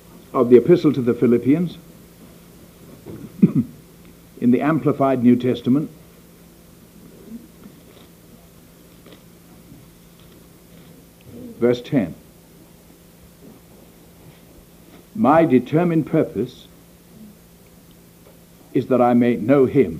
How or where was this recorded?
live audience